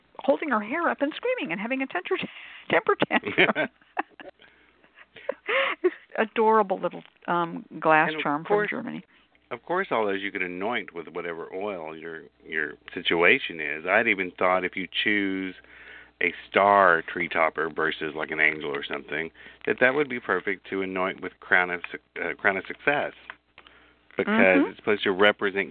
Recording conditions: phone line